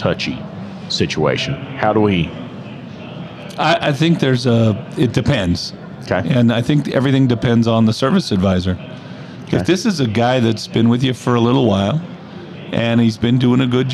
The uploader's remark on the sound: Live at AAPEX 2022